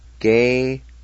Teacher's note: between the E and Y, there's a faint H sound